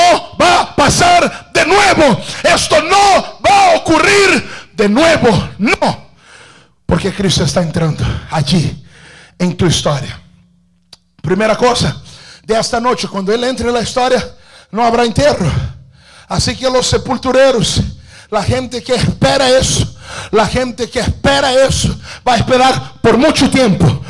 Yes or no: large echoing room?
yes